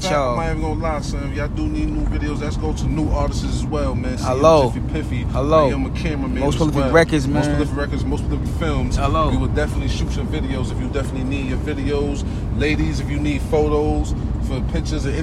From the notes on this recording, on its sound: Live From Atlanta Most Prolific Records Is Out And About In The Peachtree City Getting a Bit Of Southern Hospitality While On The Go.